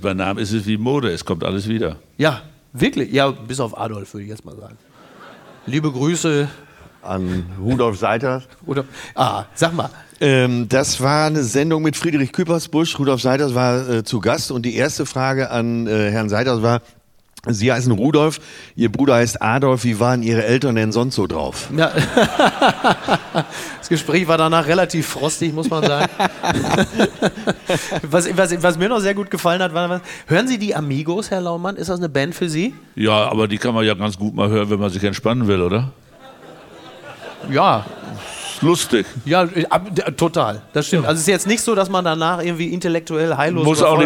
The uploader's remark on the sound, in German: Schützenfest & flauschig - live aus Dortmund